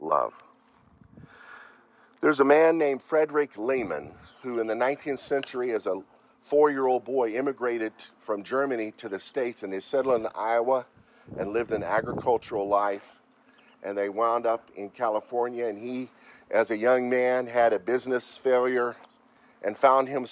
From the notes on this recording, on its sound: Leading the Lord's Day Service at a Rhodesian Reunion in Canyon Of The Eagles Resort near Burnet, Texas - called INDABA TEXAS 2023.